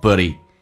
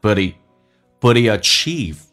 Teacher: but 跟 it 有一个连音叫做 buddy